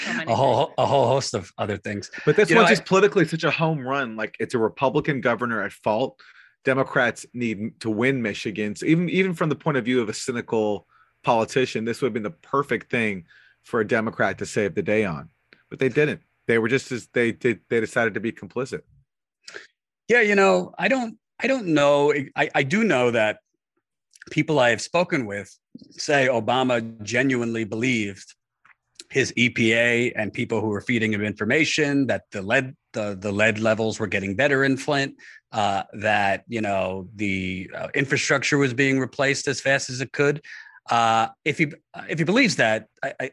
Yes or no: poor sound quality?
no